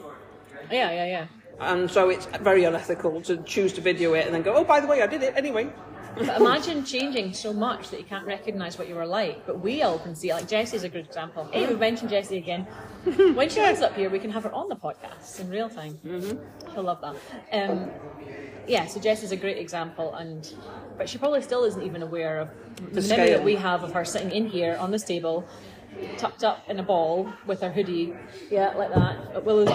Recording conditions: busy venue